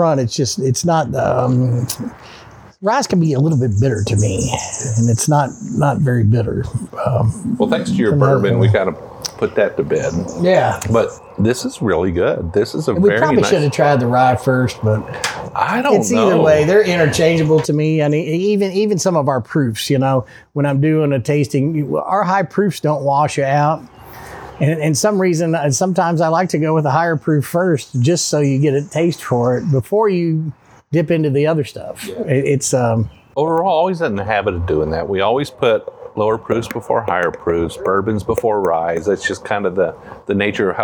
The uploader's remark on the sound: while enjoying the outside dining area at Bourbon's Bistro in Louisville